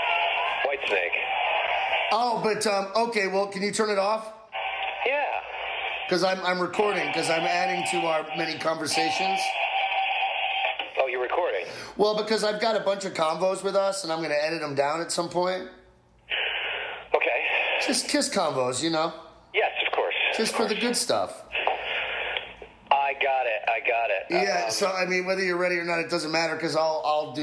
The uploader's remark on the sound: our longest phone call yet